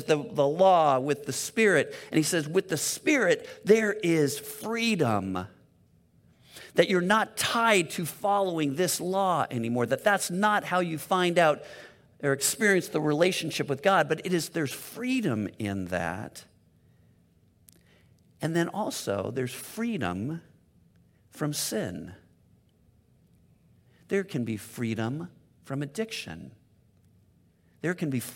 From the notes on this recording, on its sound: Delivered on 12 June 2022 at Grace Church of La Verne . At Grace Church of La Verne .